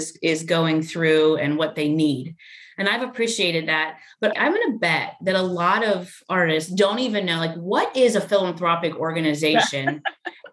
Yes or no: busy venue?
no